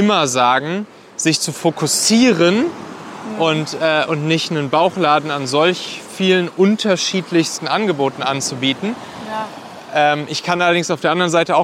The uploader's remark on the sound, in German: Aufgenommen am Strand in Lettland.